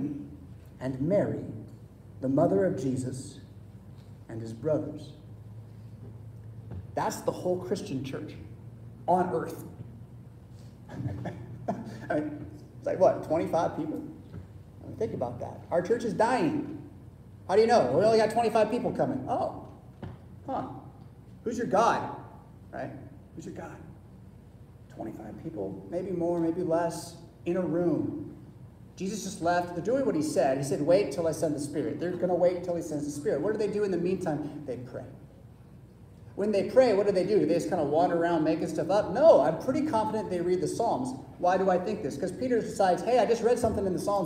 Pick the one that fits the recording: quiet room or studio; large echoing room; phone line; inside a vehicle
large echoing room